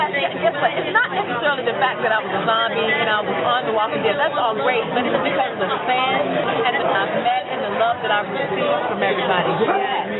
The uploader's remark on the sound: interviewed while attending Infect Scranton, a Zombie Convention